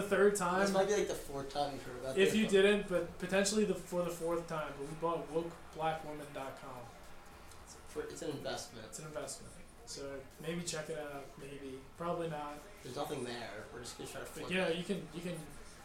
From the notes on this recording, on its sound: we prove how inept we are at recording a podcast